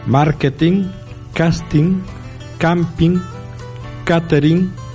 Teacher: Pero en la pronunciación nunca debe sonar la letra G.